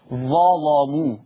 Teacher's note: قرأ ورش بتغليظ اللام في لفظ ظلامو